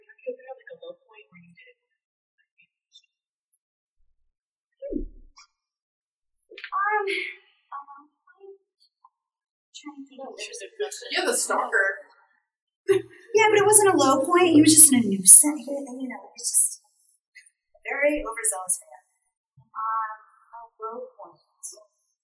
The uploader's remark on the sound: I gave a lecture at UNLV. There was about 50 students.